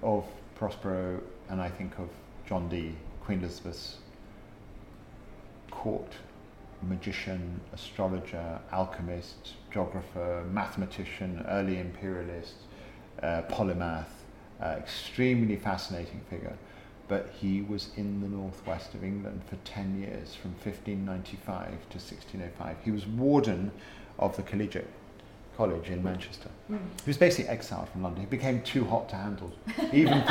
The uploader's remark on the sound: We recorded this podcast at The Lord Strange pub. Another one of Prescot’s gems The Lord Strange is a comfy cozy pub.